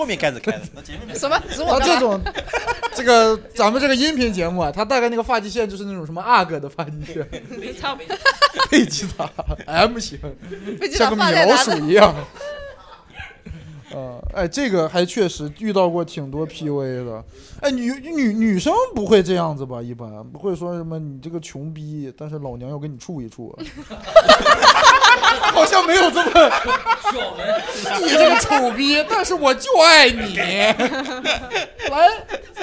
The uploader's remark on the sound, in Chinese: 与现场观众们浅浅交流了一下。上头计划播客节目 也会不定期组织线下录制 （坐标杭州）。